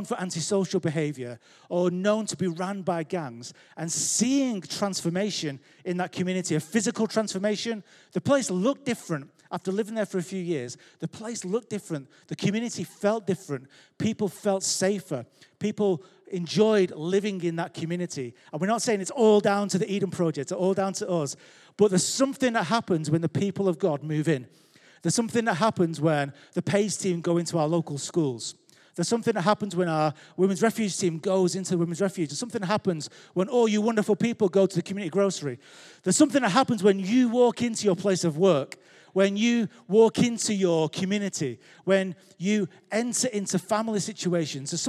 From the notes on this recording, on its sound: Recorded live at Life Church Lancashire 29th January 2023